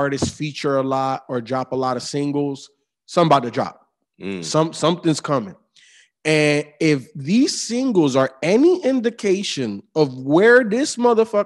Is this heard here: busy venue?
no